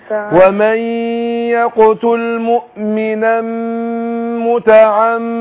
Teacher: الميم في متعمدا مشددة مش كده، هتاخد غنة حركتين